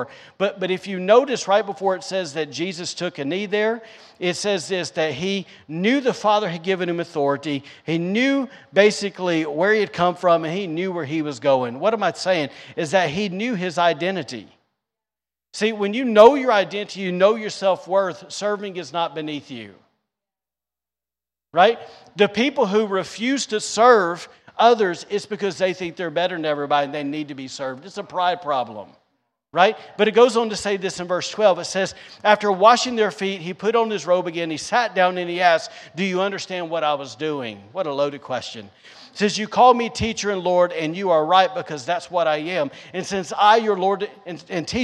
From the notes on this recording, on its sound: recorded on Sunday, July 3rd, 2022, during service at The Anchor Church in Rockport, Maine.